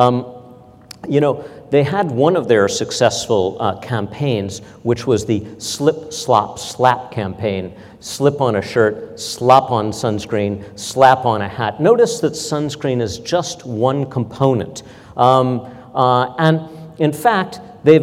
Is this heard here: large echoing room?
yes